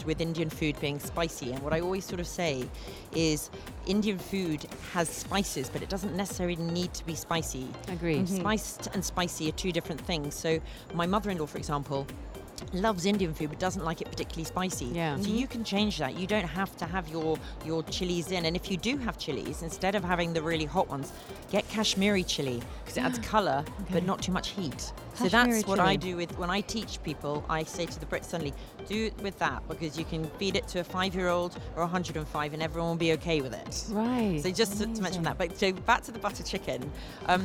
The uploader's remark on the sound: Live from SIBF 2023